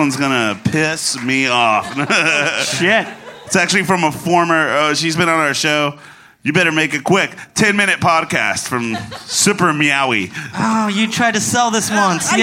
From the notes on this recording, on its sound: LIVE at Spider House Ballroom